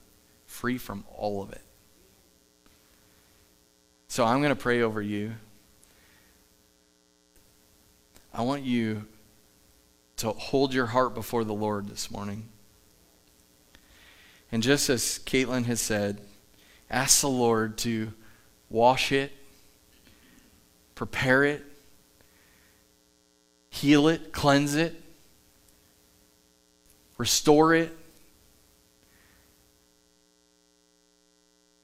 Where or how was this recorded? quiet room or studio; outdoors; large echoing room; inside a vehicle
large echoing room